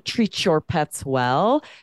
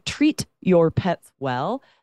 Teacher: So one example is that native speakers, if one word ends in a t sound, like the letter T, and the next word starts with a y, the letter Y, that becomes ch · Shown in: first take · Term: assimilation